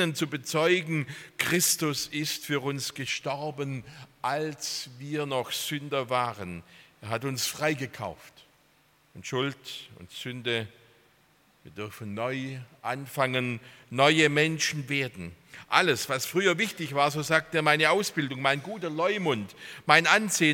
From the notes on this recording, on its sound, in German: aus dem Gottesdienst der Liebenzeller Mission